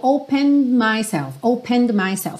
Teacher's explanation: Percebe que esse opened, você quase não ouve o D, porque o E já não é pronunciado, então opened myself, fica muito sutil.